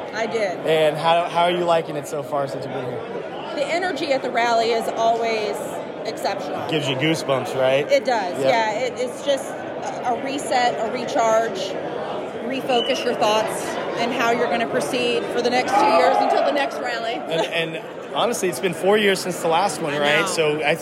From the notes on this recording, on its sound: Sounds of the Rally. Live reactions from the Rally! Short interview clips of Dominoids from around the world!